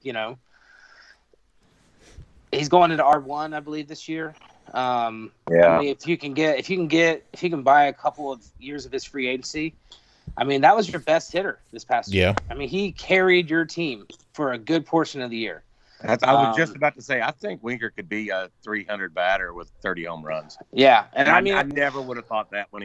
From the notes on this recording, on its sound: Audio and internet issues